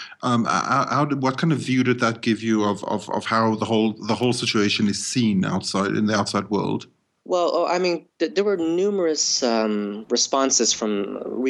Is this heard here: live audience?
no